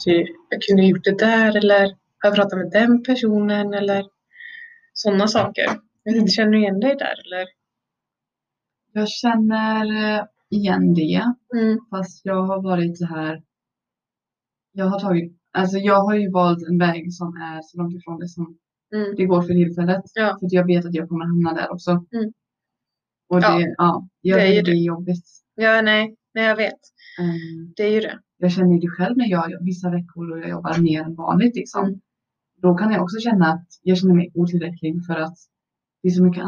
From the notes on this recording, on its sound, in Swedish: Ljudet är inte på vår sida helt enkelt.